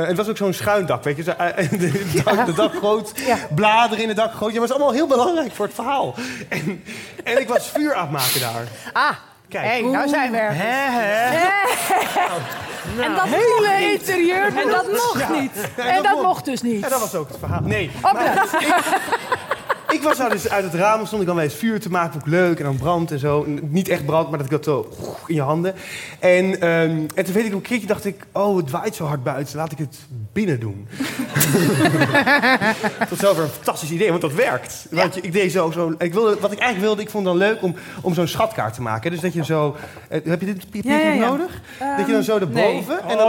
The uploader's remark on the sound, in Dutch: Live vanuit De Kleine Komedie. Live op het toneel van De Kleine Komedie.